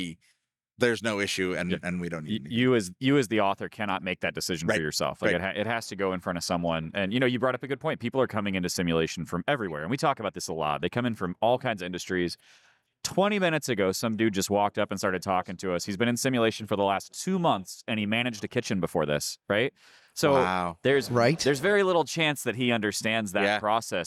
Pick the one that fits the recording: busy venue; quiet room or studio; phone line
busy venue